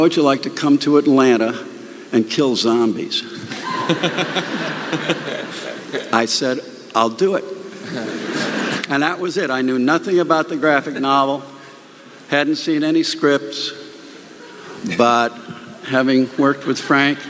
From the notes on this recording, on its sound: The Walking Dead Panel SDCC '11. The audio from The Walking Dead panel at San Diego Comic-con 2011!! In front 6000 kindly nerds who patiently waited several hours to get in!